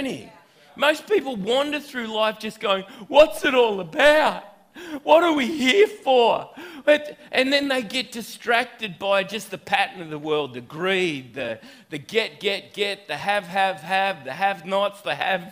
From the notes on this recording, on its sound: This message was recorded at River Edge Church on 04/08/2019 at the 9am gathering.